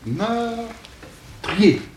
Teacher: Prenons cette terminaison « yé ». Il y a ce qu'on appelle une diphtongue. Par conséquent, une seule syllabe